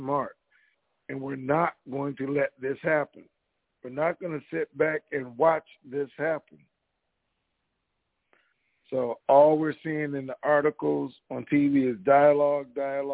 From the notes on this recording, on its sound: TNTSuperfantastic Conference Call